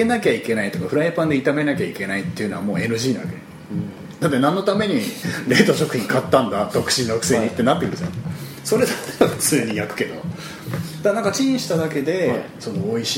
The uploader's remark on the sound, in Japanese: 某カラオケ店にて収録